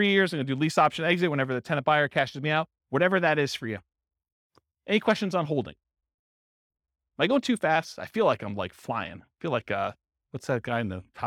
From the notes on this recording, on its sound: Real estate entrepreneurs in Charleston, West Virginia. This was a live class recorded. The live in-person version.